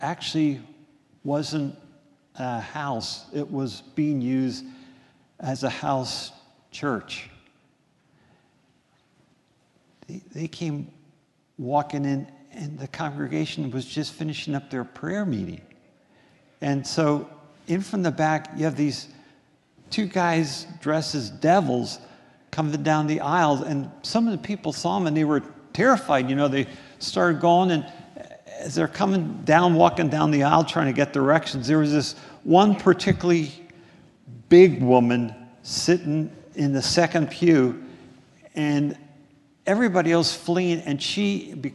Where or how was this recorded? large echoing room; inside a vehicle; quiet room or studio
large echoing room